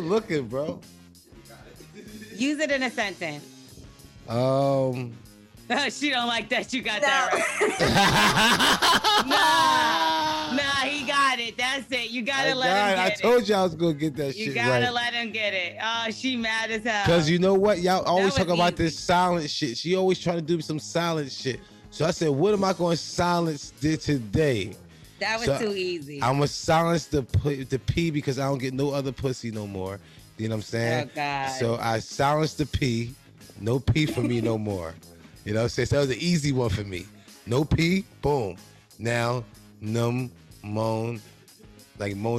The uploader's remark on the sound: a listener called